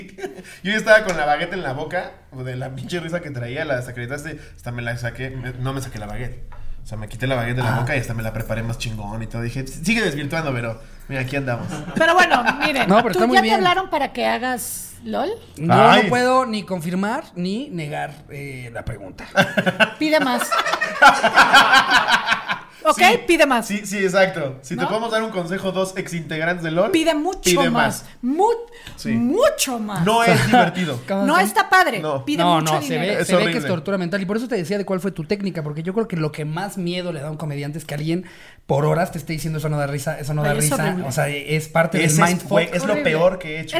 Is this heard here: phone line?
no